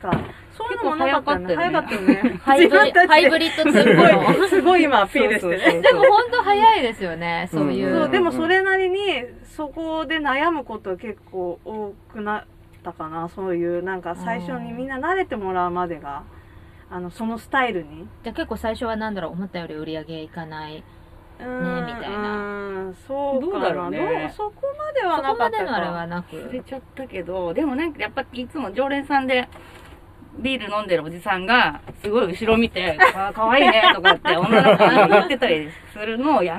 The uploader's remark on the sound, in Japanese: 祐天寺の古着屋 gargen730さんで特別収録！目黒区祐天寺1-15-4第二山本ビル101。